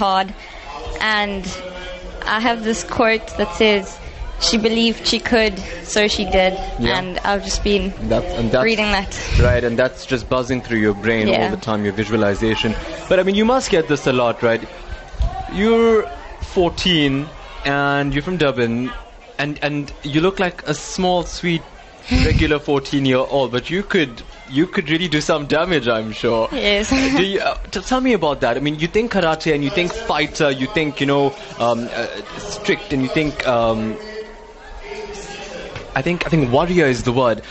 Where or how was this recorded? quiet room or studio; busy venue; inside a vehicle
busy venue